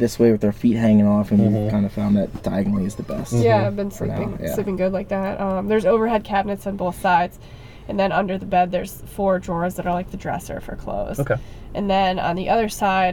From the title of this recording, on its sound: from the van